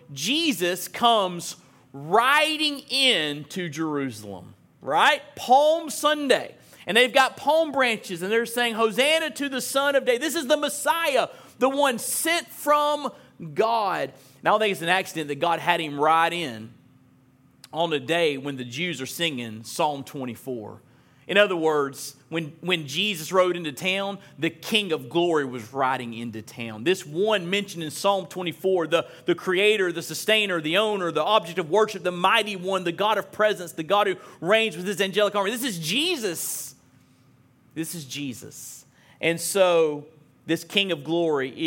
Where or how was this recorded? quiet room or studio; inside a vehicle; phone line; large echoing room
large echoing room